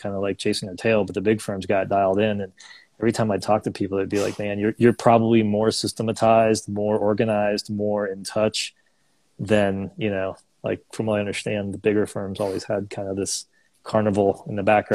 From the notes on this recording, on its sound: joined for an Instagram Live conversation